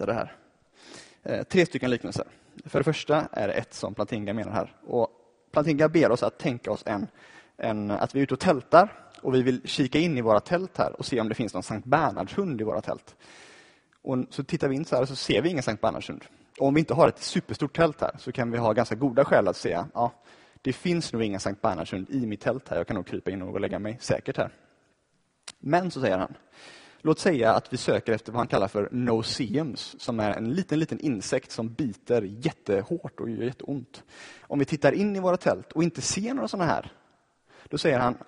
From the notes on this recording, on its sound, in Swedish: Inspelad i Baptistkyrkan Tabernaklet i Göteborg 2014-10-26.